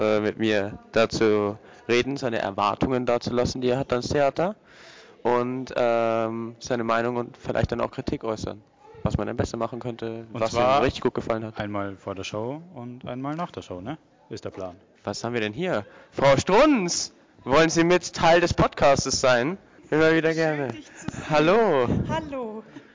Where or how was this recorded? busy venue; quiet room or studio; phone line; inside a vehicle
busy venue